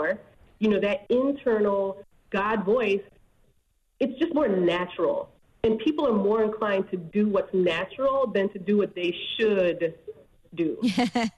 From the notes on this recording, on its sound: Call. We opened up the phone lines to see if any of our listeners found something new about their partner during quarantine?